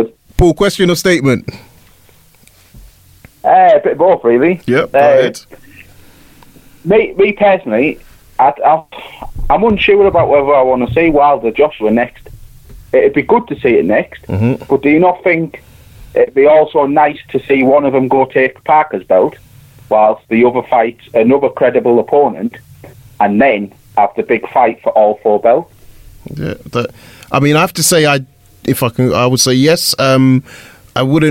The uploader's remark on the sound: with the fans as they call